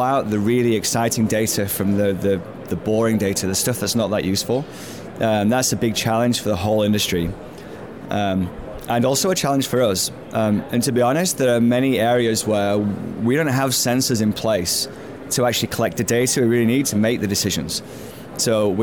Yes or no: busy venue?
yes